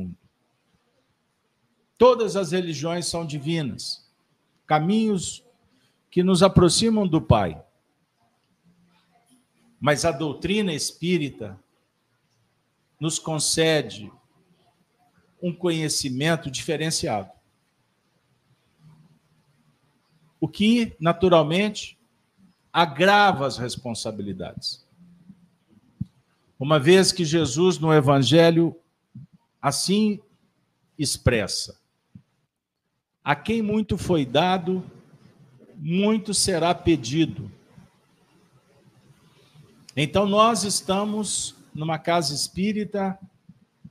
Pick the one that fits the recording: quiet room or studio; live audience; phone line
live audience